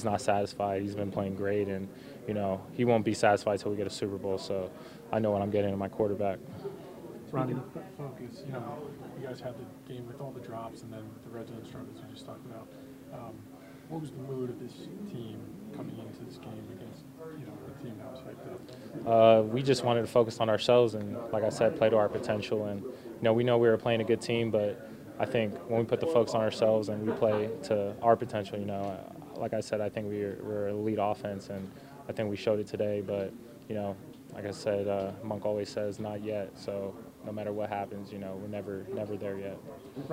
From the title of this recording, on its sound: Postgame Press Conference